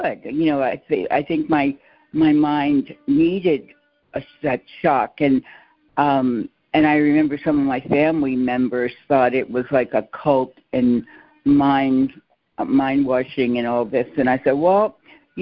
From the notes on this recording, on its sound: ACIM Daily Conference Call